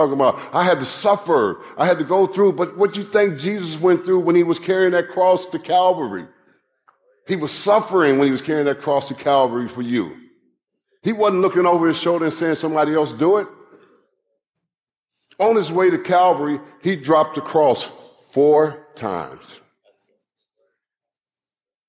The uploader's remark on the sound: live message from the Kingdom Men's Gathering